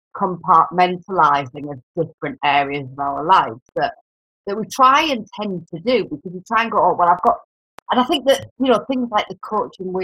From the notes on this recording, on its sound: Forgive the bad sound and the dodgy connection.